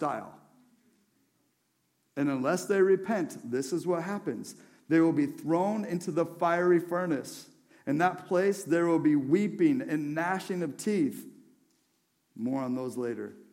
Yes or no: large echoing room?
yes